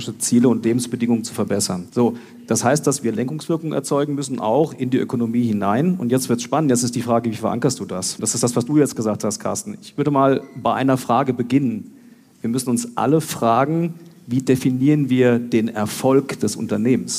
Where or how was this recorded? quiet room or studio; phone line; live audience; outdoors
live audience